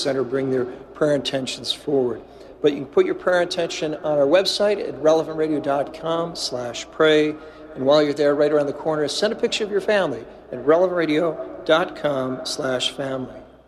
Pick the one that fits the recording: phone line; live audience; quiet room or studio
live audience